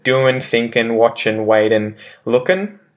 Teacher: And I might mention there too, you probably heard when I said doing, thinking, watching, waiting, and looking, I pronounce them all without the G